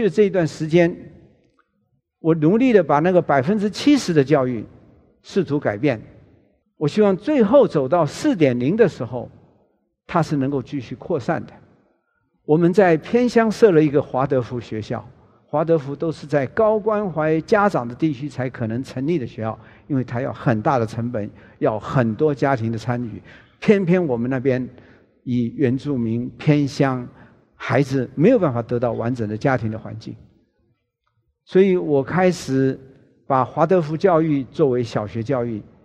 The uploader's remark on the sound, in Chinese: 本集節目取自【2023突破者知識跨年饗宴】現場錄音。